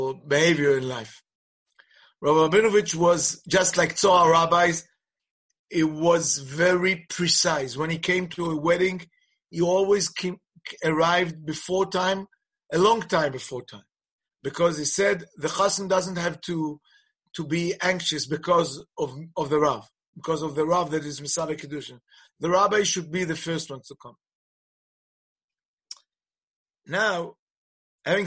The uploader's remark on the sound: Presented at a ZOOM teleconference on the eve of Yom Yerushalayim.